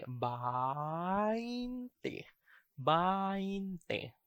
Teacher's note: long ba followed by a diphthong ein. And the last syllable is te.